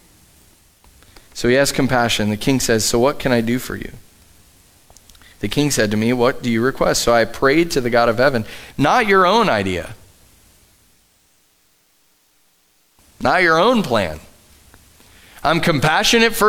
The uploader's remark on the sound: Live from The Summit Church in Dover, OH